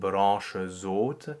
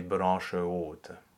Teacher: The aspirated quality only prevents the liaison from happening. · Shown in: second take